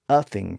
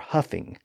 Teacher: sometimes he dropped the H in words that were normally pronounced with an H sound · Shown in: first take